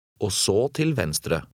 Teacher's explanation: Remember that the G in the first word is silent.